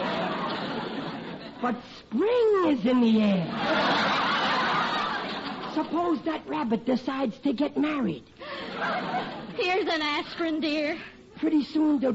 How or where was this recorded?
live audience